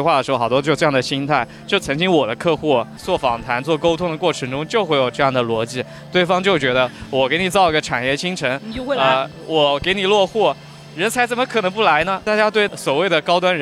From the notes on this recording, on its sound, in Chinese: 今天的节目是在室外录制的，环境有一些吵，我们的音调都有一些高，请见谅。